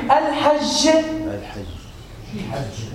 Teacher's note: اللي هي الجيم من وسط اللسان مع الماده الصوتيه مجهوره